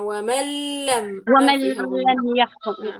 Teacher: أدغمت في اللام صفة الغنة والحرف أصبح في اللام إدغاما كاملا بدون غنة، فما في عنده غنة لا الحرف الأول ولا الحرف الثاني.